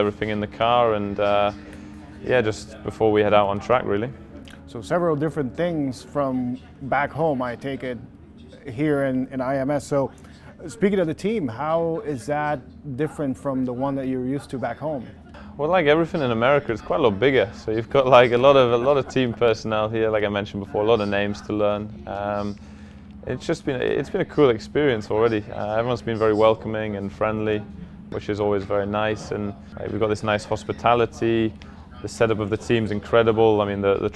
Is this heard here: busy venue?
yes